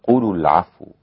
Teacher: الإمام أبو عمرو تخلص من التقاء الساكنين بالضم